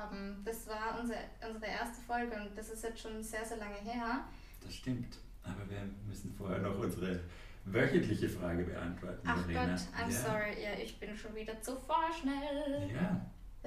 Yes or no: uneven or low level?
yes